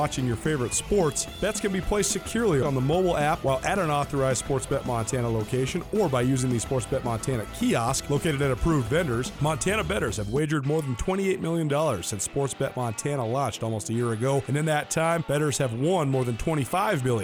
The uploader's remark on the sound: Live from Gray Wolf Peak Casino.